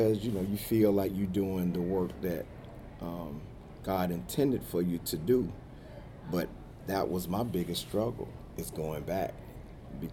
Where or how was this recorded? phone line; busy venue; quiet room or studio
busy venue